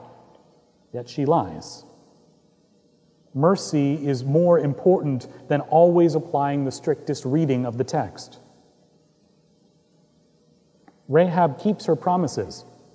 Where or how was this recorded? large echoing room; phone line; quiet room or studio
large echoing room